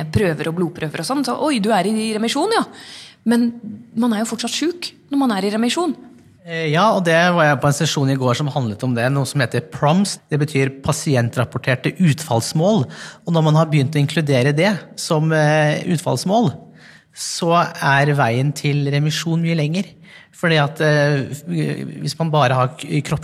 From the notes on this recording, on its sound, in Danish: Sender live fra EULAR-kongressen i Milano – verdens største kongress innen revmatologi. Over 12 000 forskere, klinikere, frivillige organisasjoner og pasienter samlet på et sted.